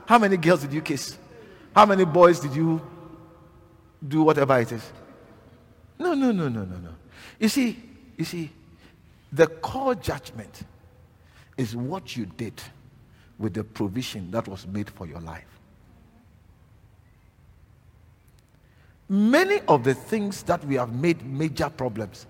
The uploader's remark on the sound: Preached at LCI Silverlakes.